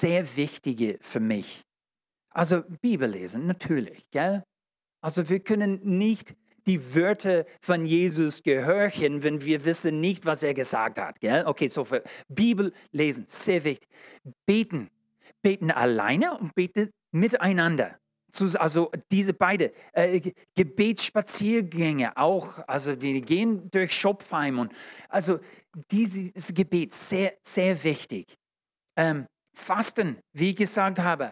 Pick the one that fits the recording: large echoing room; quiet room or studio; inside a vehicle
large echoing room